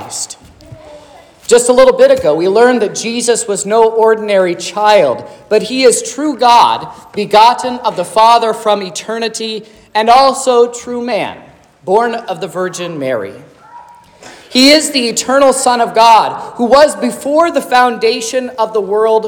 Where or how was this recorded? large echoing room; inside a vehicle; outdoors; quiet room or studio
large echoing room